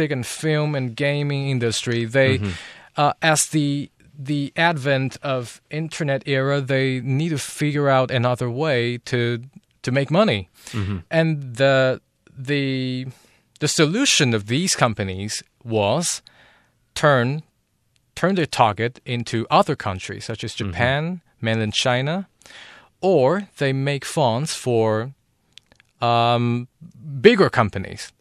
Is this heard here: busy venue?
no